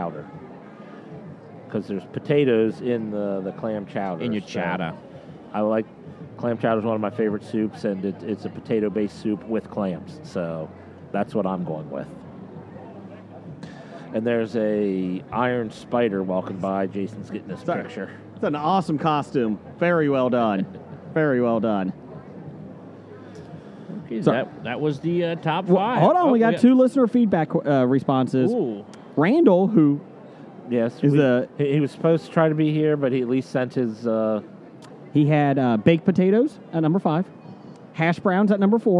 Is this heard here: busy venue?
yes